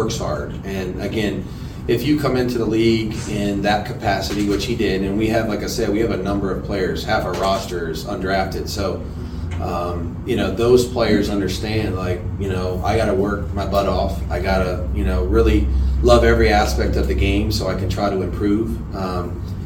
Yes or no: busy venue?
yes